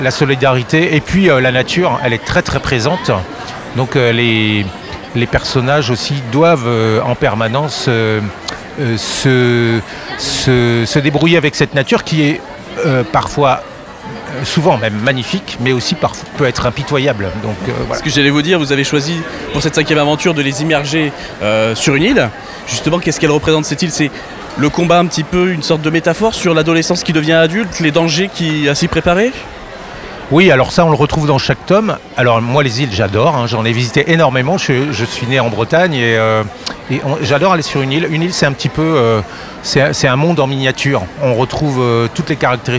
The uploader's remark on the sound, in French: Était sur les radios de la FRAMA en direct du salon du livre.